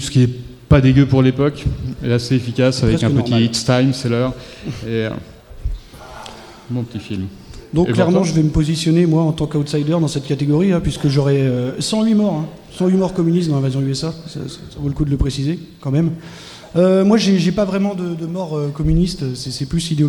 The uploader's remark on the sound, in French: Premier épisode live enregistré le 21 avril 2019 au festival Podrennes !